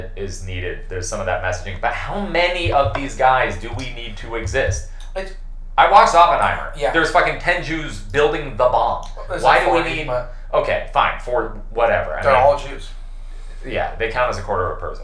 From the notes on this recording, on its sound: Great ep, horrible audio.